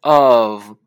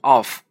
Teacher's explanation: 第一个 O 呢发的是 a 这个音，呃，F 发的是 v 的音 · Shown in: first take